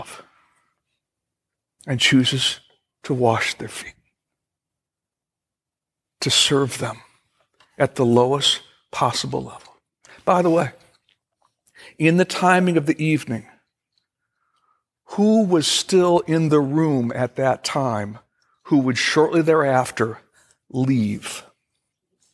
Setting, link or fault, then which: setting, large echoing room